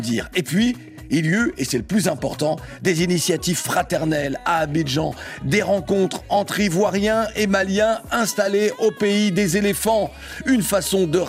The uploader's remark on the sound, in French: Par téléphone